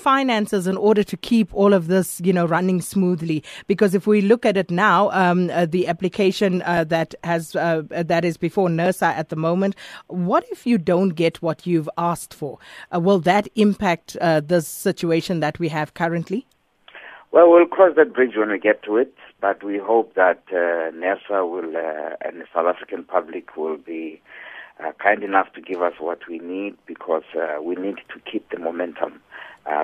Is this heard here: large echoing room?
no